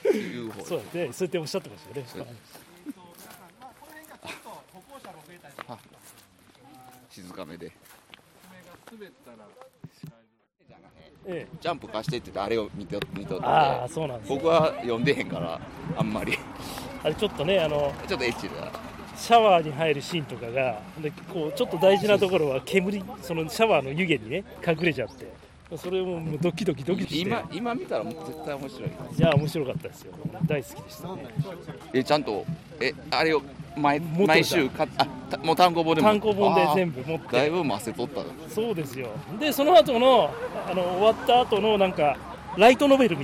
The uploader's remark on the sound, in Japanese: 奈良市佐紀古墳群をめぐるツアー中に録音した内容の一部をPodcastにしました。外での録音ですので雑音は多めです。